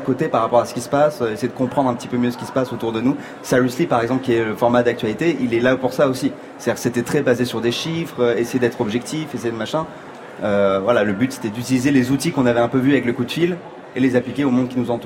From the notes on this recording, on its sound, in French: émission spéciale en direct du Salon Livre Paris